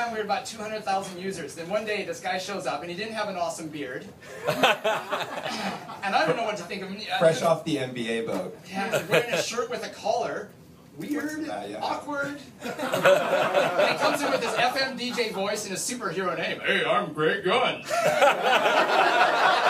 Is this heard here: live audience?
yes